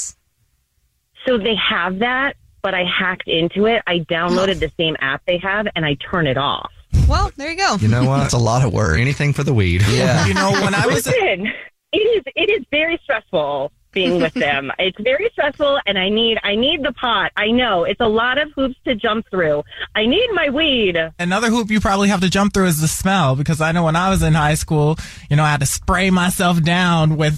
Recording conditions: phone line